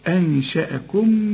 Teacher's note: نون وبعدها الشين، والشين من حروف الاخفاء في غنة، وهنا الغنة مرققة